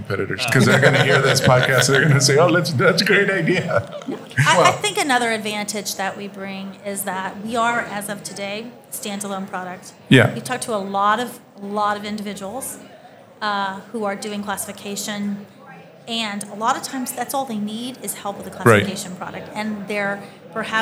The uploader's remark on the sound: During a recent trade conference, we had the pleasure of recording an insightful conversation